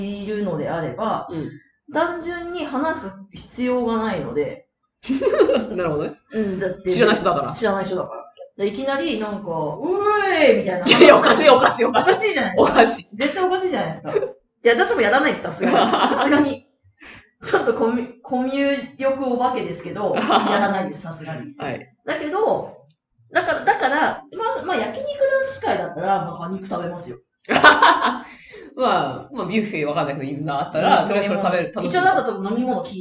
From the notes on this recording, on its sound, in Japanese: 今月音質が非常に悪いです！すみません！